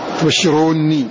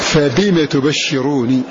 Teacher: فقرأ نافع ابن كثير بكسر النون فتكون قراءة ابن كثير بكسر النون مع التشديد تبشروني وقراءة نافع بكسرها مع التخفيف فبما تبشروني والباقون بفتحها مع تخفيفها فبما تبشرون.